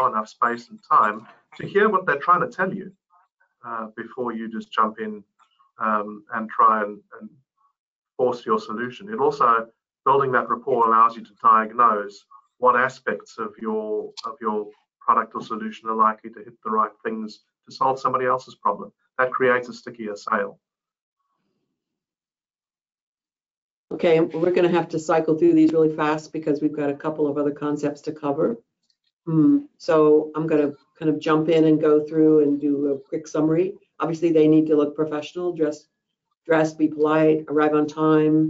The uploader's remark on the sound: Listen to the recording of the online event.